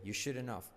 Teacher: La H se omite